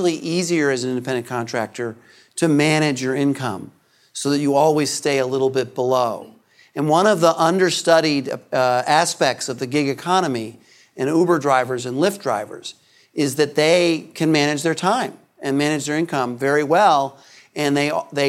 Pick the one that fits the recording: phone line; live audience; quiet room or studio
live audience